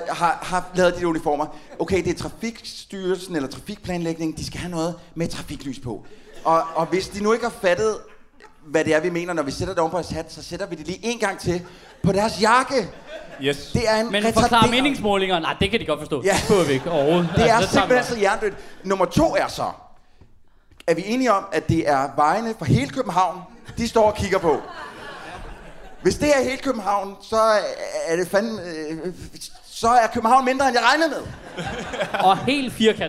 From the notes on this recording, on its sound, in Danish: Det blev optaget foran en ordentlig røvfuld glade mennesker på Bremen. Lyden er god.